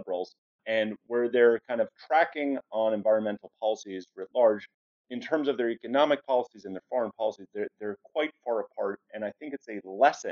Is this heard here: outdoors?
no